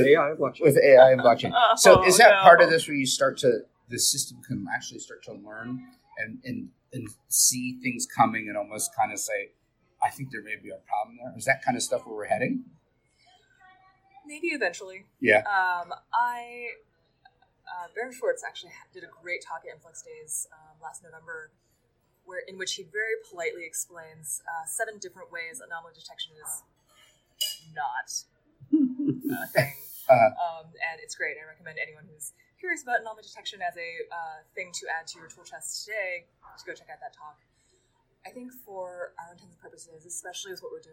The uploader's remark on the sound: coming from a recording at SRECon Americas in March 2018 at Santa Clara Convention Center Hyatt